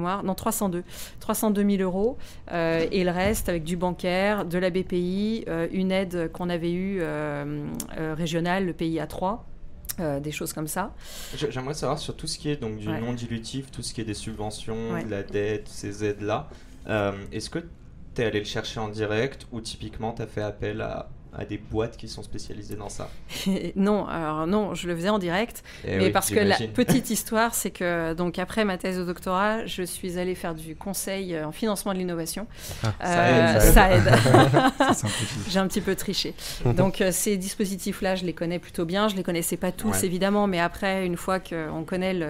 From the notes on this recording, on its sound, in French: Cet épisode a été enregistré à l'occasion de Zero-to-One - l’événement. Cet épisode a été enregistré à l'occasion de Zero-to-One - l’événement. Qui a réuni les talents des plus belles startups françaises en mai dernier.